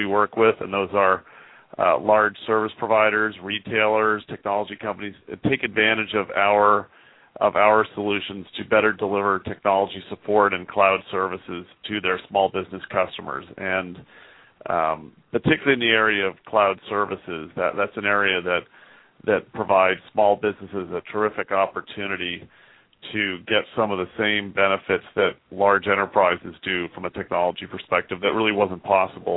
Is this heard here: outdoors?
no